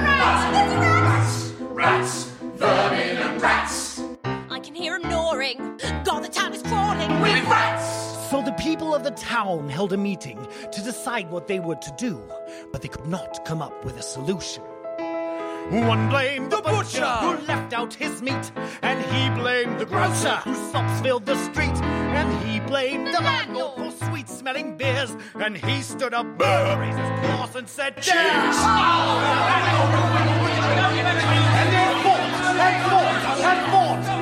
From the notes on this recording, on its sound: Part of A Very Grimm Christmas performed and recorded in front of a live audience.